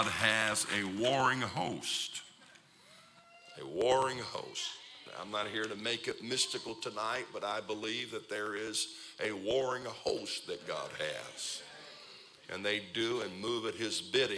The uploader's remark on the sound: This is the Thursday night service of Turning Point Conference.